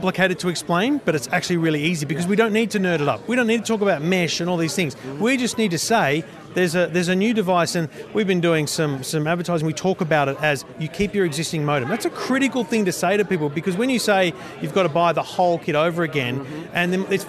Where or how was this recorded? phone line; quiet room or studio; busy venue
busy venue